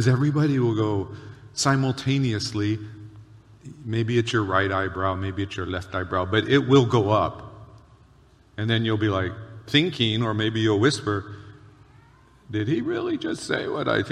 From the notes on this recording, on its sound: Recorded on July 23, 2023 at Waialae Baptist Church.